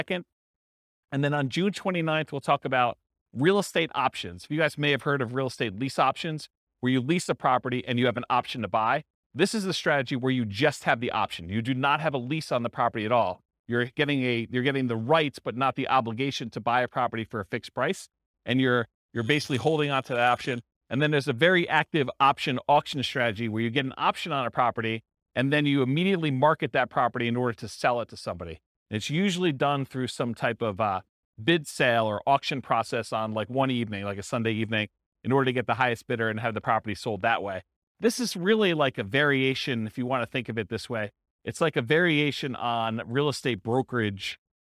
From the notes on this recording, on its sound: This was a live class recorded